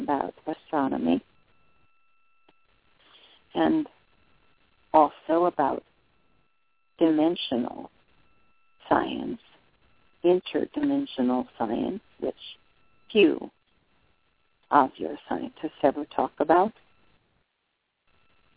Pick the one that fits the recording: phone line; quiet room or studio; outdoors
phone line